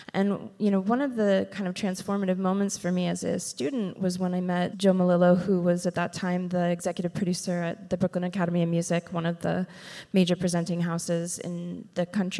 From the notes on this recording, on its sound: This conversation was recorded in front of a live audience. Part of the County-wide Eurydice Found festival.